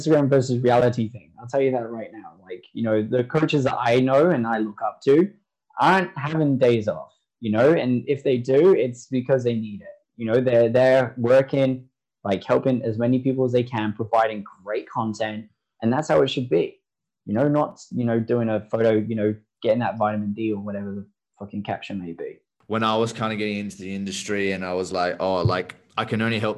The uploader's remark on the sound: Apologies for low audio quality, Zoom wasn't the best.